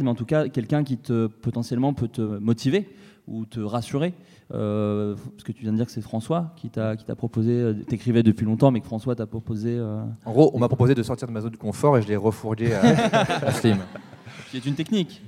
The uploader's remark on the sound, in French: Un épisode EN PUBLIC au Frames Festival 2016 ! C'était mon premier épisode en public, désolé pour les petits bugs de son et le ton parfois un peu moins naturel que dans mon salon.